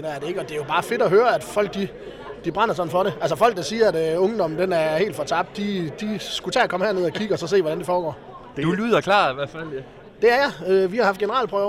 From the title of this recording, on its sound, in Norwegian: LIVE FRA FAGENES FEST